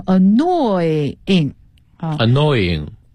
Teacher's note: 得拉长拖长一点啊，那个后鼻音得出来